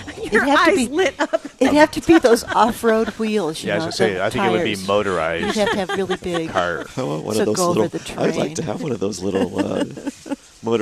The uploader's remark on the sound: Live at Prairie Gardens